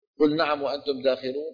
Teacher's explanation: لم يرد إدغام اللام في النون